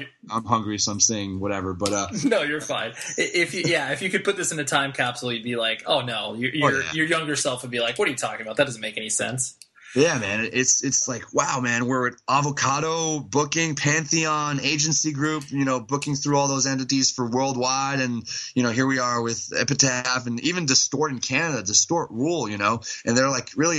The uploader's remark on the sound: Over Skype I chatted with the vocalist.